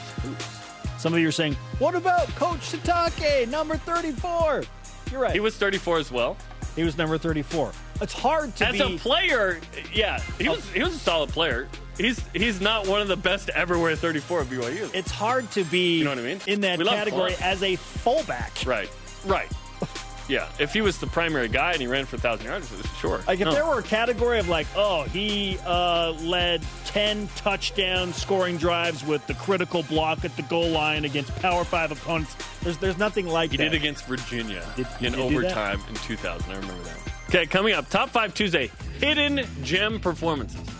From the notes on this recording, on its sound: is on the phone